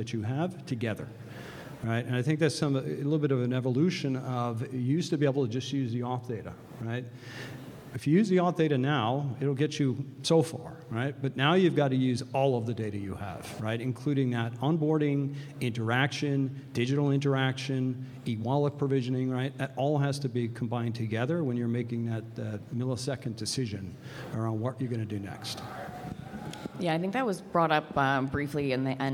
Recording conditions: busy venue